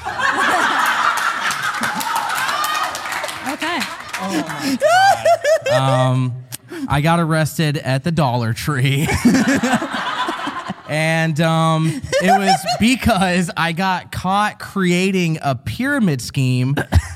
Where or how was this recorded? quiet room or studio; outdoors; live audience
live audience